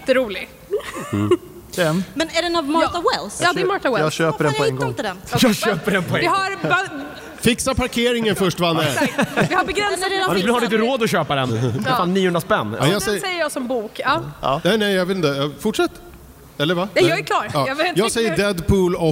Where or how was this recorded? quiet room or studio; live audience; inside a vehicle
live audience